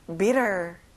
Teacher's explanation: 여러분, t가 있어도 t 발음은 안 나요.